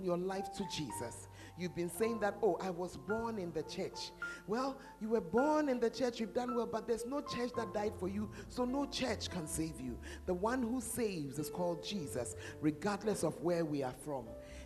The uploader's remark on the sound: Preached At The Fountain Of Life Cathedral